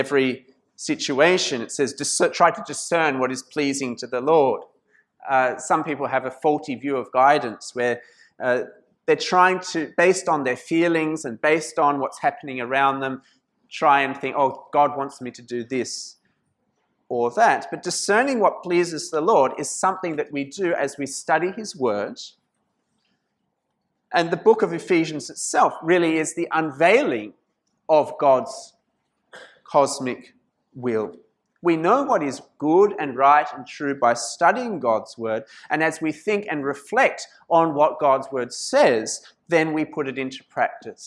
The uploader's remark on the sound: This sermon was preached at St Mary's Cathedral, Kuala Lumpur on 17th November 2019.